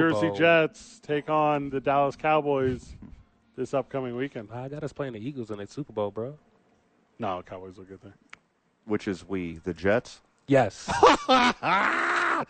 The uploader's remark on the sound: live from THE Albuquerque Dukes Store